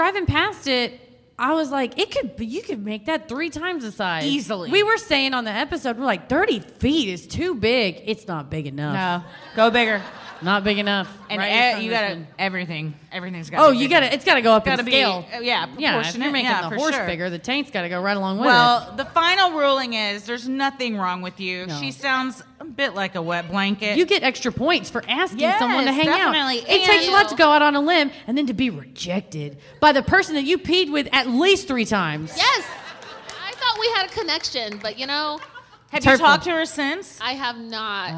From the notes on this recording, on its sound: Recorded Live at LOL San Antonio.